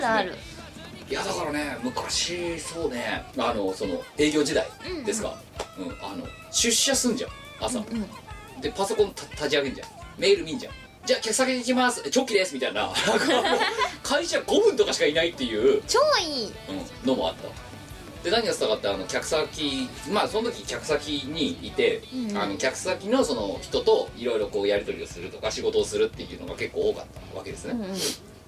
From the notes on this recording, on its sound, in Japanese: 収録時の機材トラブルか、今回も全体的にノイズが乗っています。ある程度対処してはおりますが、一部不自然に聴こえる、ノイジーな部分が残っております。